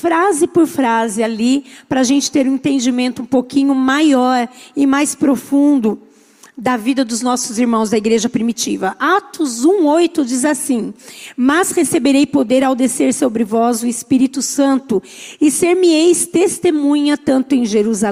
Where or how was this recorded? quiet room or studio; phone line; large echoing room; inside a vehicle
large echoing room